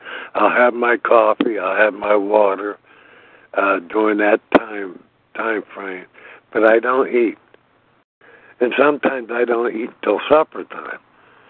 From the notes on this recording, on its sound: from the 100 Pounders Phone Meeting, 6/18/23.